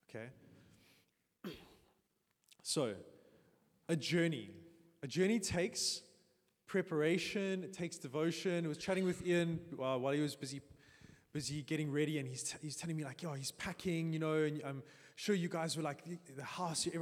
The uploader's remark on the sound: Sunday Sermon. At Joshua Generation Church Milnerton congregation.